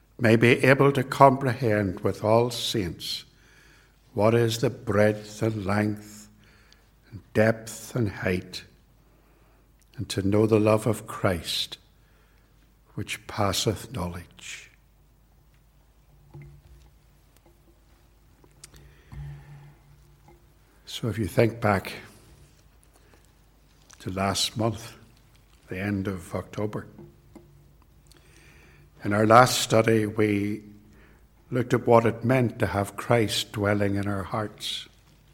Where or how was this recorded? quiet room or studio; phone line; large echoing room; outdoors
large echoing room